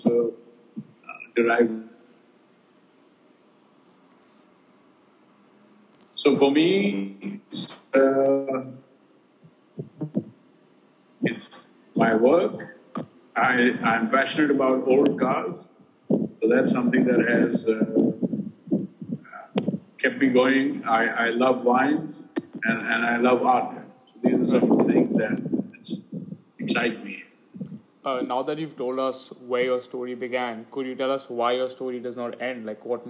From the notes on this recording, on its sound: Apologies for the sound quality